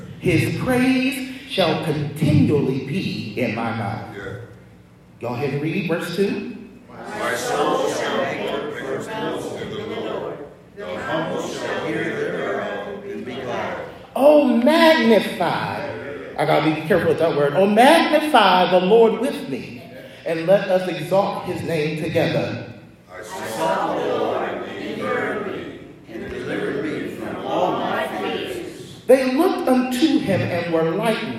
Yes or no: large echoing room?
yes